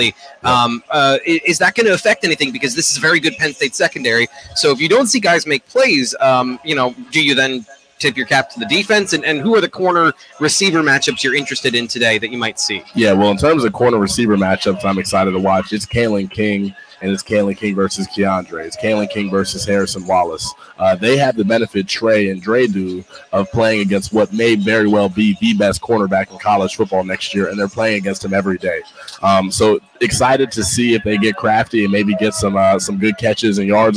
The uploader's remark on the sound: live from Beaver Stadium